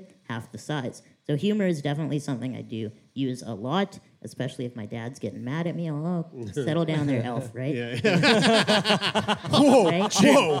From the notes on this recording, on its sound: LIVE From Vancouver! A very special live show from the Biltmore Cabaret in beautiful Vancouver, Canada!